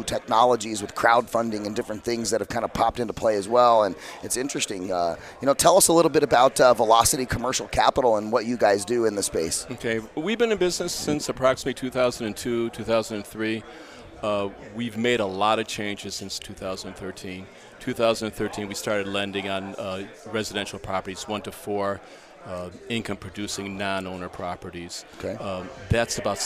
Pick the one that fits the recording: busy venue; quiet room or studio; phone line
busy venue